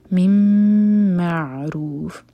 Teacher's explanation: سو M T نون کے بعد میم، تو یہ ہے ادغام غنہ کے ساتھ